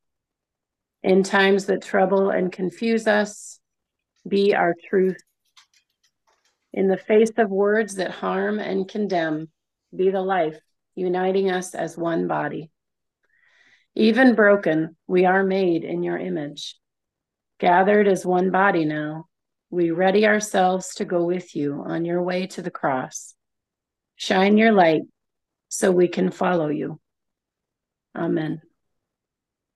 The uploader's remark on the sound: Milwaukee Mennonite Church worship service. Slides were used in place of a bulletin because it was a virtual (Zoom) service.